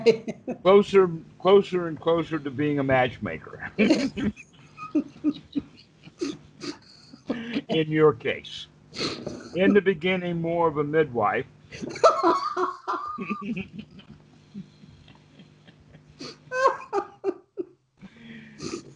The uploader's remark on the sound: Skype calls on this channel.